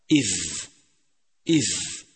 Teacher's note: يخرج حرف الذال من طرف اللسان مع طرفي الثنيتين العليين ويجب أن يلامس رأس اللسان طرفي الثنيتين العليين وأن يبرز قليلا